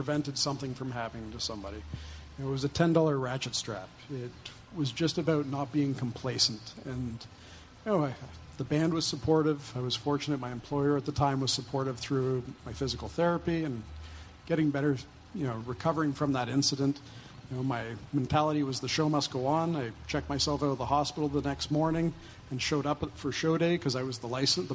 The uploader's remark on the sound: Recorded live at the 2019 Event Safety Summit.